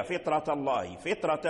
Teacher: عليها، فطرة الله، فطرة الفاء ساكن مكسور والطاء ساكن وبعدها وراء، فالراء في فطرة مفخم، السبب في التفخيم هو الطاء، والطاء كذلك يعني مستعلين قوي في صفة الاستعلاء وفي صفة